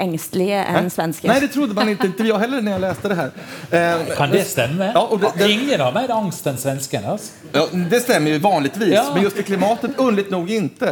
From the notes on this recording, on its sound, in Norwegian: 21:00-22:00 Sted: Holmen bar, KÅKÅnomics 2019. I oljebyen Stavanger.